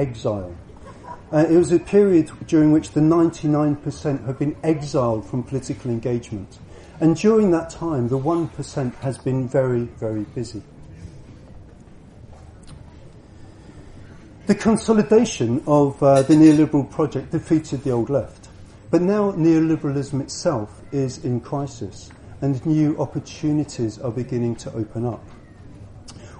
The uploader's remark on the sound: at the Buddhafield Festival July 2016